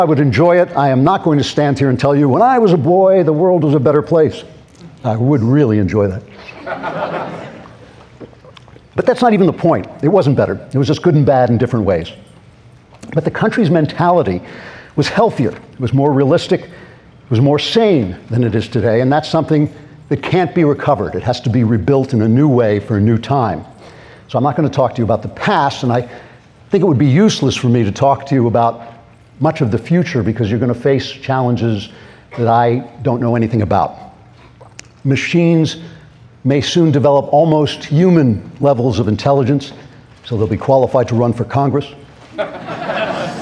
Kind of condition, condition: setting, live audience